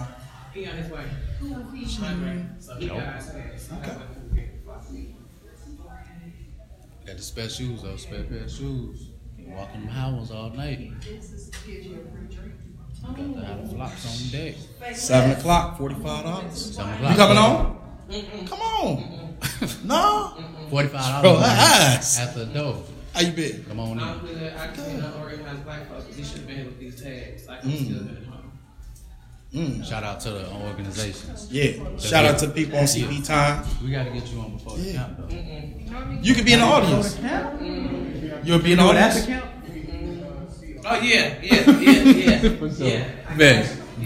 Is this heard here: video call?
no